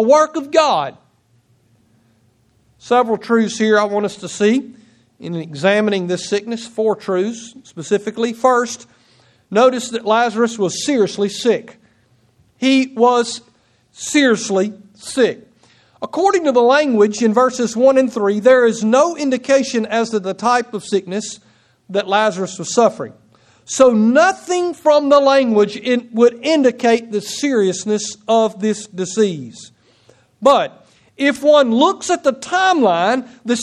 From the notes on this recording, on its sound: Preached on September 18, 2016 at Nola Baptist Church Sontag, MS.